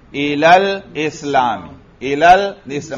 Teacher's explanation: معلوم ہوا الا کا الف گر جاتا ہے اجتماع ساکنین سے